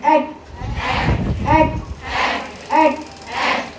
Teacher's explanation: الكاف بقى بتدخل على الناحيه القاسيه شويه اللي فيها التعريات بتبتدي بيها خلاص كده اللي هي العظم عشان كده بيقول لك ايه؟ · Term: حرف الكاف